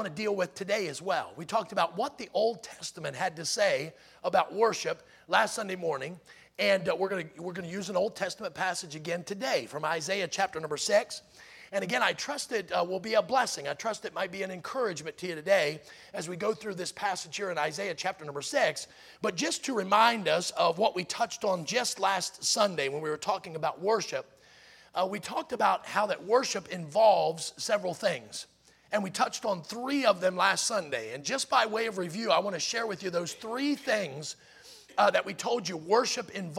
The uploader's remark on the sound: in the Sunday Morning Service on May 28, 2023, at Victory Baptist Church in Boonsboro, Maryland.